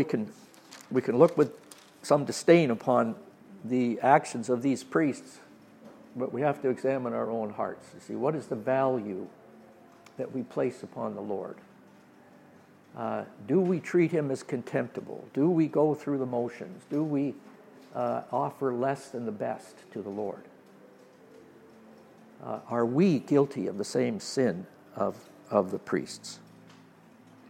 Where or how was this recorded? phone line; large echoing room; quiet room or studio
large echoing room